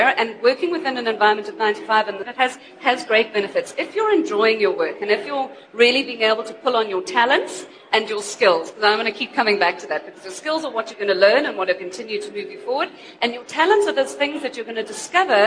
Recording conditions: live audience